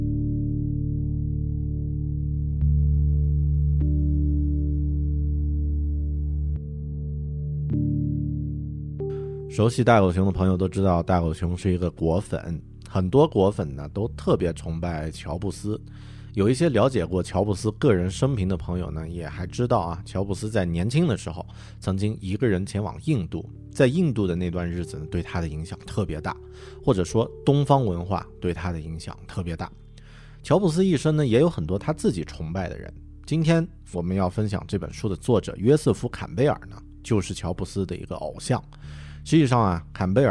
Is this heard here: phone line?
no